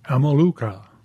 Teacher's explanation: he put the heavier stress on the first syllable